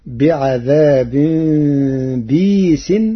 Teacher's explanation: بكسر الباء بعدها ياء ساكنة مدية بغير همز